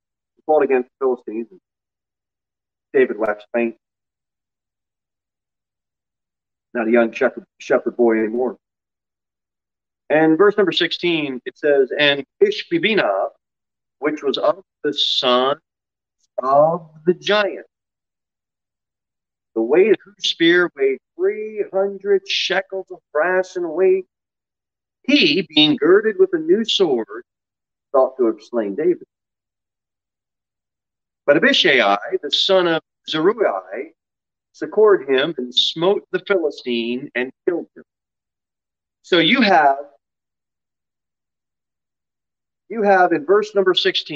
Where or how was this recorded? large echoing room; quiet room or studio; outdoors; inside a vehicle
large echoing room